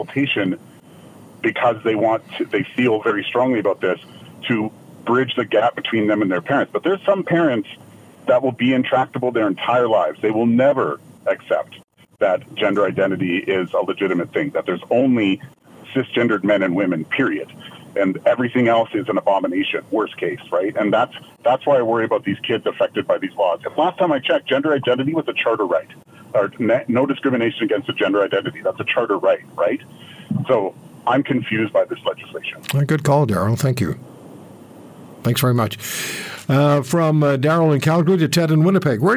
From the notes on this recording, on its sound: takes to the phones to hear your thoughts